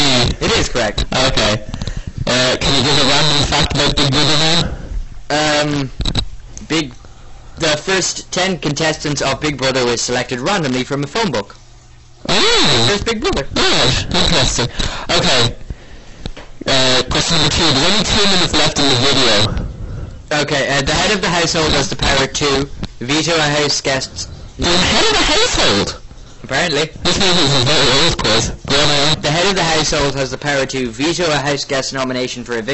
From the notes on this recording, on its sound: We only are getting used to our proper radio studio set up so the mic quality is shockingly bad which really is annoying.